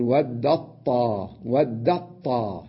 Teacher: أنا أضغم التاء في الطاء وأقول ودت طاء، ودت طاء. لاحظ قلبت التاء إلى طاء وأضغمت بها، وهكذا خفت كثيرا، بينما أن أقول ودت طاء هذا خطأ، لازم نضغم المتقاربين. · Term: الإضغام